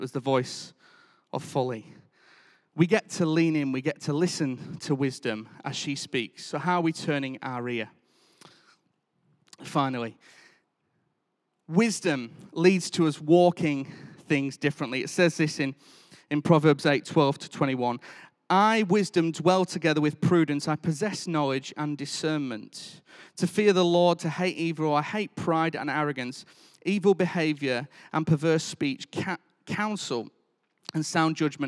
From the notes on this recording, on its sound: Recorded live at Life Church Lancashire.